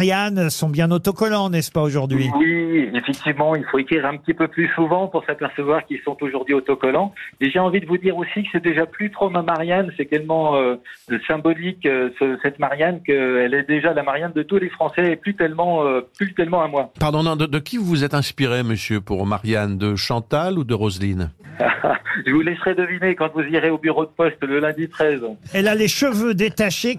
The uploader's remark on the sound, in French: était au téléphone des Grosses Têtes ce 8 novembre